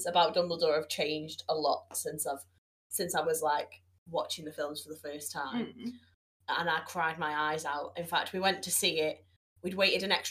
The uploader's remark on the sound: We're continuing season 2 with more audio issues! The first few minutes had to be cut but don't worry, we had barely started.